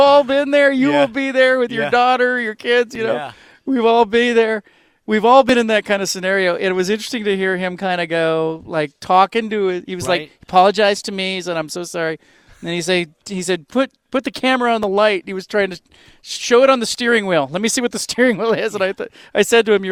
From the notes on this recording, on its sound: recorded a podcast from Pac-12 Media Day in Las Vegas